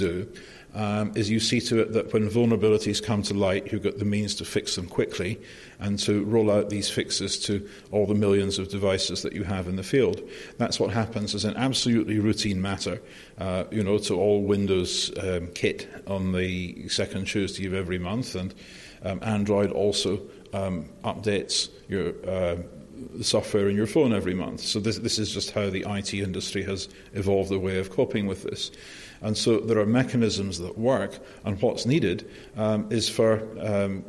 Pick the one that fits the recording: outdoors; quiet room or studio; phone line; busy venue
busy venue